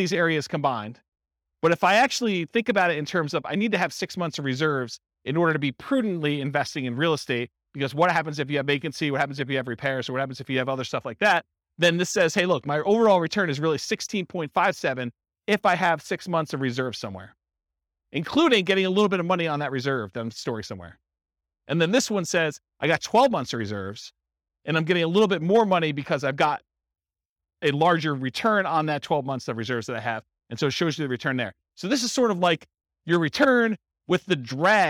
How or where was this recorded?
live audience